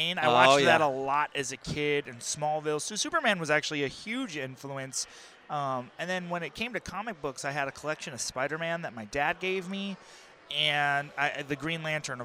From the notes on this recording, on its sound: Recorded at The Podcast Precinct Redemption Fundraiser